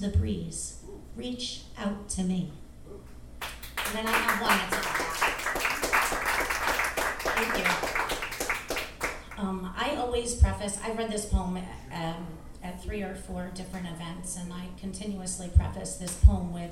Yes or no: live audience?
yes